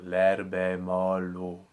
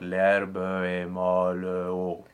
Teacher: So the B of herbe to the E of the next word, and the L of molle to the O. · Shown in: first take